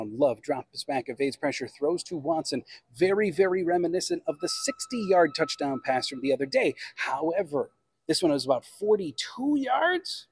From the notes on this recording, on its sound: on location at Lambeau Field